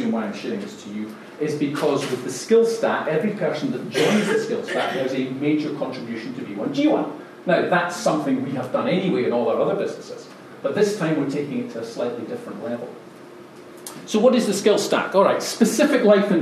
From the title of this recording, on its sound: Live TEDx Style Talk - London Feb 2019